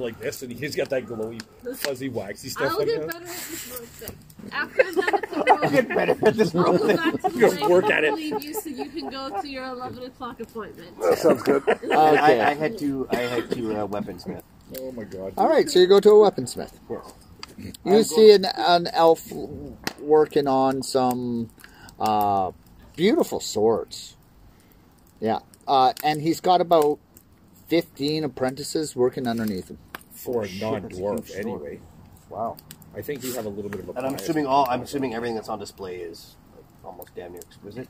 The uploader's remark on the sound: We decided to try an outdoor event this week, so I appologize for any loud fire sounds that might drown us out. After going through the audio, the fire wasn't as loud as expected.